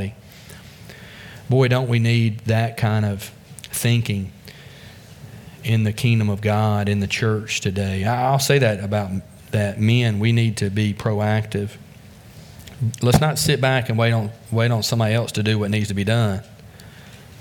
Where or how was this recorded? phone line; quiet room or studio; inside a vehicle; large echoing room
large echoing room